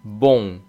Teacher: el masculino de bueno o buen, bon, es nasal, bon, y solamente oímos una sílaba · Term: O nasal